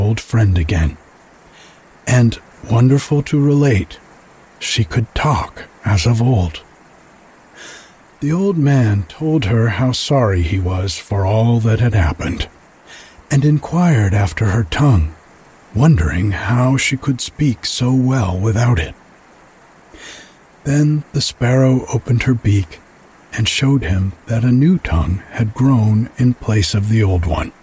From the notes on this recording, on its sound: some sounds of nighttime at the creek in the background